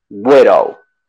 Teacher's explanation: Esta D está entre dos vocales, por lo tanto suena como una R en pero.